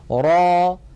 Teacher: را هذا مد طبيعي، ألف مسبوقة بفتحة، نمدها بمقدار حركتين، ونحرص ألا نخرج في آخرها همزة